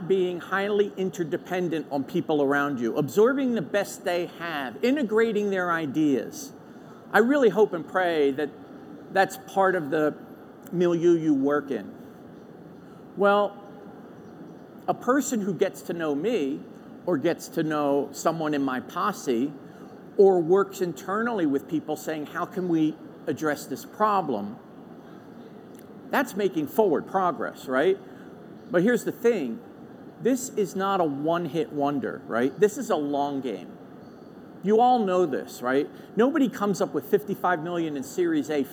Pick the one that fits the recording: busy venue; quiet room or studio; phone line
busy venue